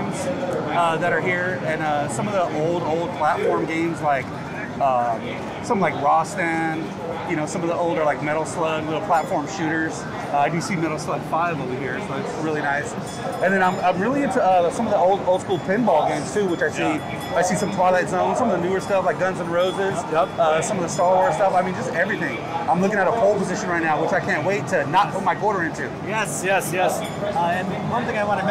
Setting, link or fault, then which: setting, busy venue